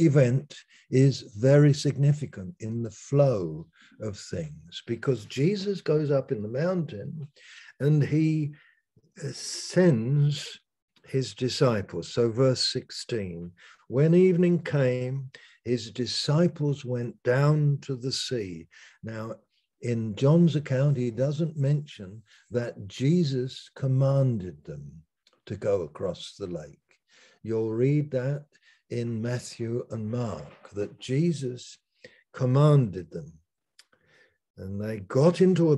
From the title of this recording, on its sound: Malaysia Meets (Zoom)